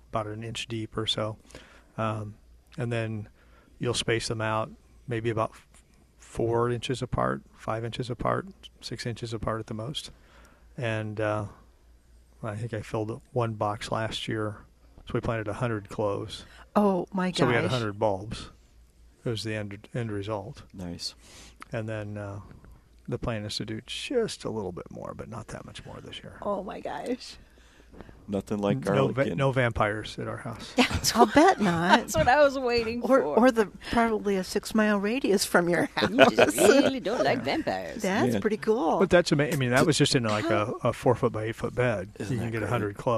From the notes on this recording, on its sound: Plant Experts Live at Prairie Gardens.